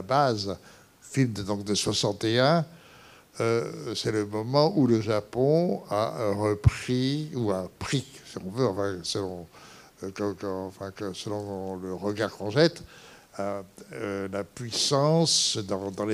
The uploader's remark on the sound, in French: Enregistrement intégral de l'intervention. Suite à la projection du film en février 2017 au Centre des arts d'Enghien-les-Bains.